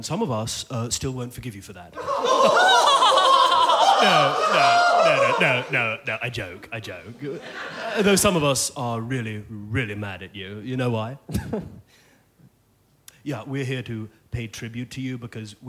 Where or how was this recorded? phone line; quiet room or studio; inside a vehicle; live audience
live audience